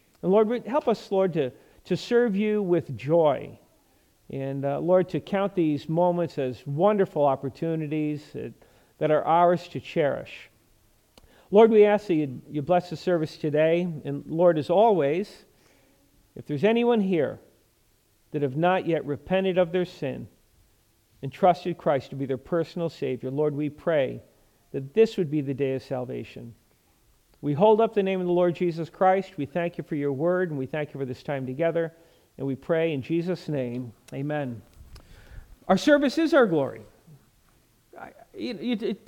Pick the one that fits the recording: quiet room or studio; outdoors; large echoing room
large echoing room